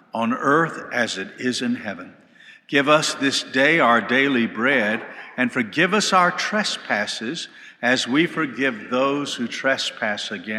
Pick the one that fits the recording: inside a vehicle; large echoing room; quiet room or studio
large echoing room